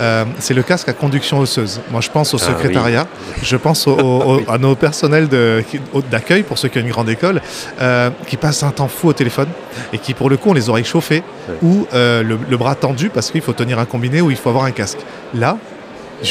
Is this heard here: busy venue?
yes